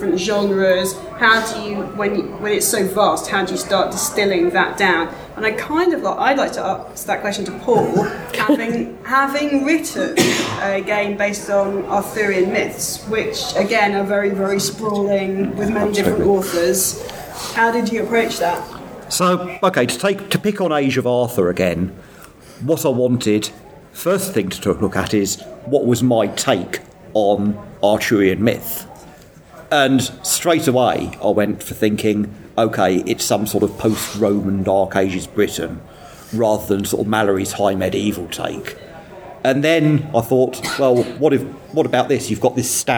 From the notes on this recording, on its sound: Fictoplasm at Dragonmeet. At the Dragonmeet panel. Dragonmeet, London.